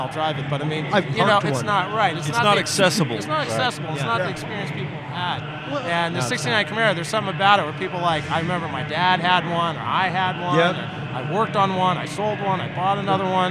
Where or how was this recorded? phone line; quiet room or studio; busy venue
busy venue